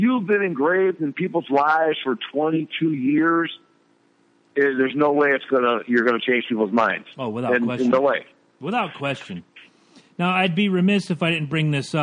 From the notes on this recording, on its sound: phone interview